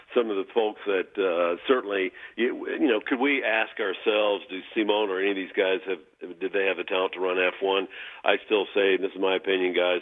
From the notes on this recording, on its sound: joins us on the phone with his insights